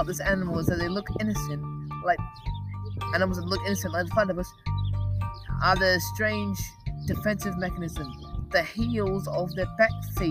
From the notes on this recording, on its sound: Sorry for the noise the place we noraly film in was closed because of some exams this week.